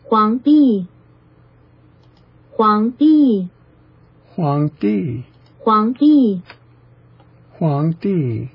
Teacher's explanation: It's an upward followed by a downward descent of pitch.